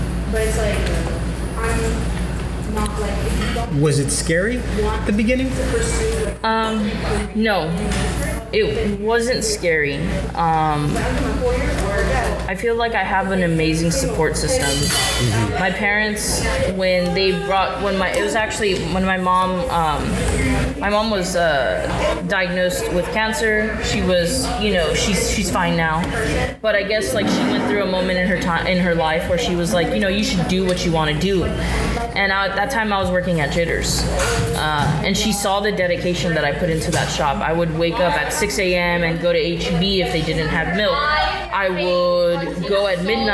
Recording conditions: busy venue